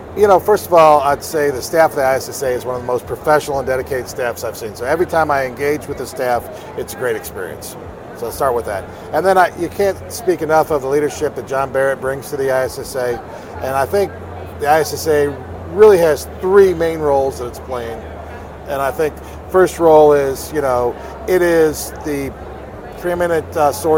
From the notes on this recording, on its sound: In this exclusive interview from the trade show floor at ISSA Show North America.